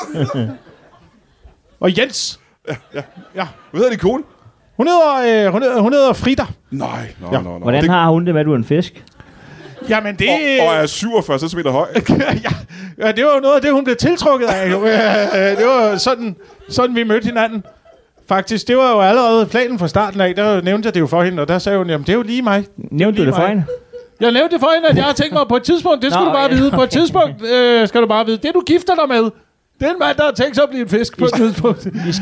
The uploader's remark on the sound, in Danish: Optaget live på Citizen i hjertet af København foran et spillevende publikum.